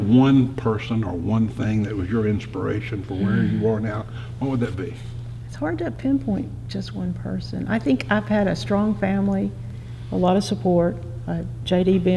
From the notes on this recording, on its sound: Recorded in the historic courtroom at the Tennessee Supreme Court in Knoxville, TN.